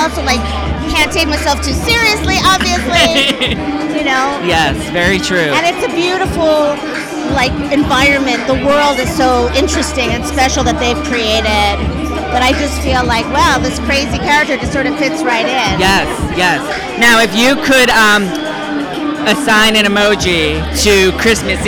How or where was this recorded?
busy venue